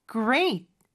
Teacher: Great. 여기도 마찬가지로 T 발음은 시옷 받침처럼 해주시고요.